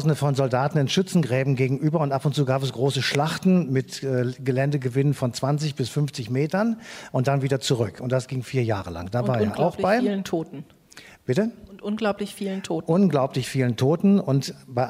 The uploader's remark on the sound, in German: live aus dem Gloria Theater Köln